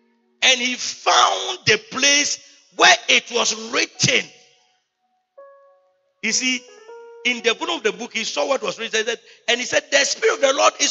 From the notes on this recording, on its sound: He Gave Gifts Unto Men Convention. Preached at the Good Shepherd Cathedral, Loyalty House International, Tema-Community 22.